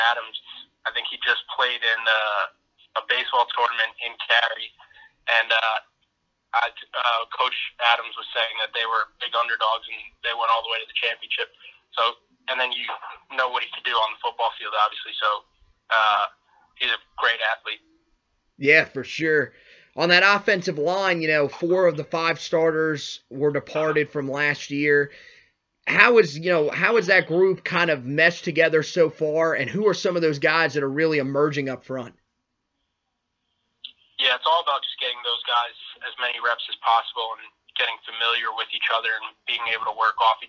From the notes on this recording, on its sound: Called in to talk about the happenings so far in spring practice.